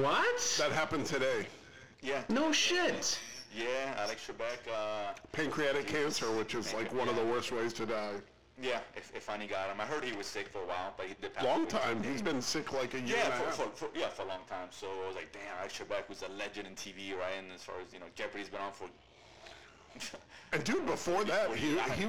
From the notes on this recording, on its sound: Apologize for the sound issues. In the middle of a 23 hour Donkey Kong Country Marathon when we were recording.